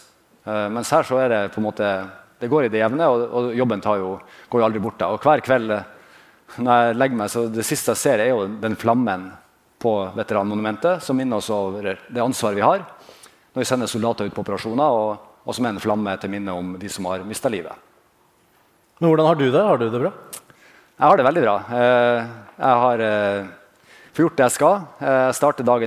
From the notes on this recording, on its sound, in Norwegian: Under Forsvarets lederkonferanse Modig Ledelse spilte vi i Forsvarspodden inn to episoder med publikum i salen.